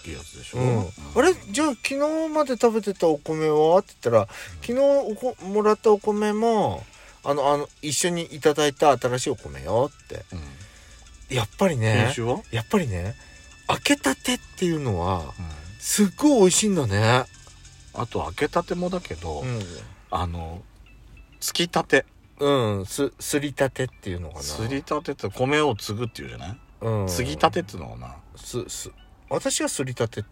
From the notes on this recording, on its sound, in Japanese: パーキング収録